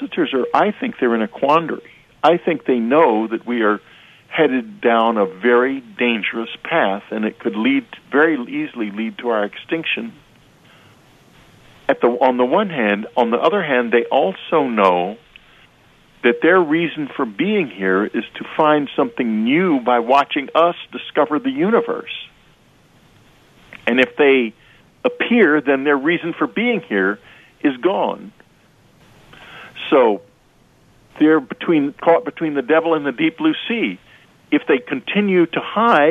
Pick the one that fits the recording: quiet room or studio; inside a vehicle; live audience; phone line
phone line